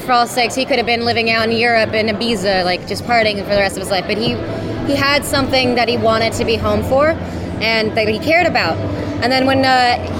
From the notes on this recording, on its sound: Taped at the roundtables at New York Comic Con